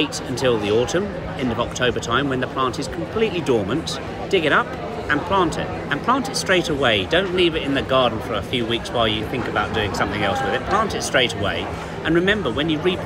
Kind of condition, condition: setting, busy venue